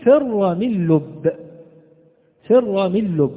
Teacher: والميم من الشفتين، والنون من طرف اللسان مع تداخل الخشوم، واللام من طرف اللسان، والباء من الشفتين معا · Term: حروف الإذلاق